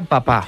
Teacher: Hay un arrastre del sonido anterior al sonido que viene a continuación. En papá, esa segunda P lleva un poquito de la carga de cómo teníamos la boca en la A · Term: coarticulación